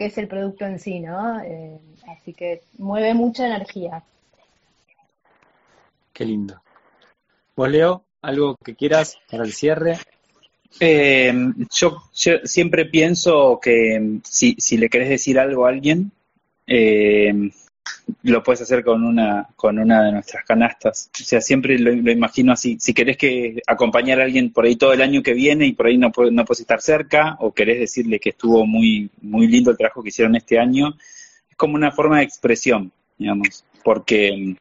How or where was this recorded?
video call